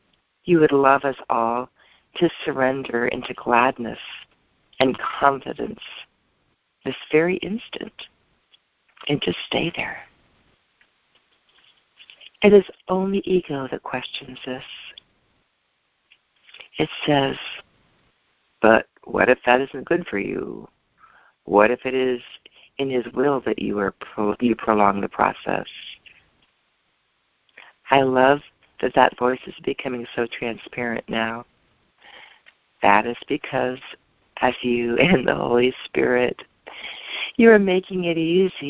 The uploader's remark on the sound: ACIM Daily TEXT Conference Call.